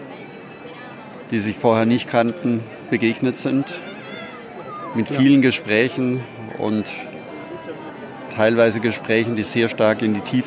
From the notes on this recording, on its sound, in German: Die Ankunft in Santiago de Compostela. In diesen, Live auf dem Platz der Kathedrale aufgenommenen Gesprächen, kommen die Gedanken und Gefühle heraus, so wie es sehr vielen anderen Pilgern auch ergeht.